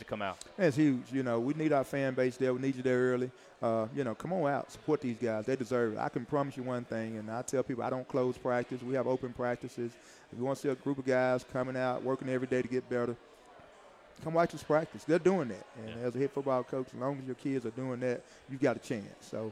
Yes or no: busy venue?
yes